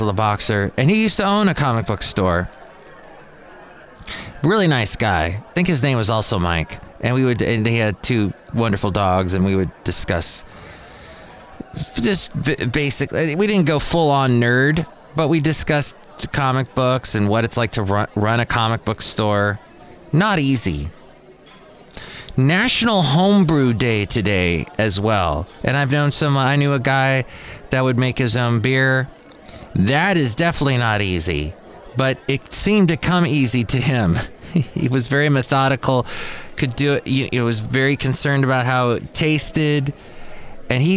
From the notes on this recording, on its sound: Podcasts live from Café Anyway.